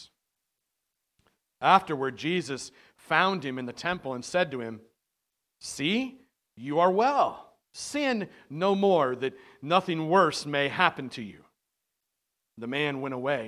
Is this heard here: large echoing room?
yes